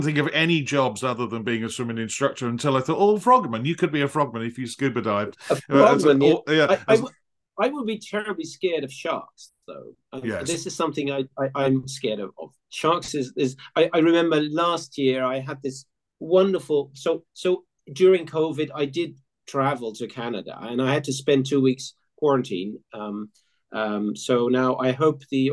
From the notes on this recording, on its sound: This interview was recorded on 28th November 2022 via Zoom.